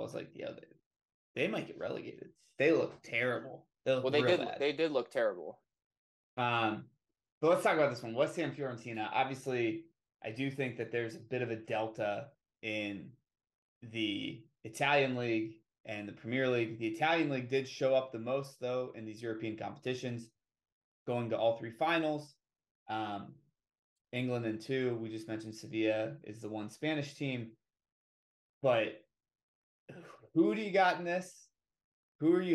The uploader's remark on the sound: The mic audio didn't make it from GarageBand to Premier.